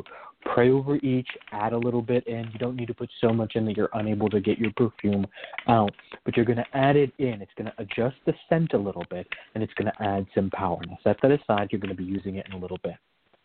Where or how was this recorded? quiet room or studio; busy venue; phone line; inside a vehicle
phone line